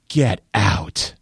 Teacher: And my breathy voice conveys shock and a sort of feigned incredulity. Like, I don't think you're lying to me, but it's unbelievable, right?